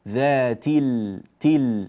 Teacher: فأنتقل من التاء إلى اللام مباشرة تل، ولا يوجد ألف · Term: همزة الوصل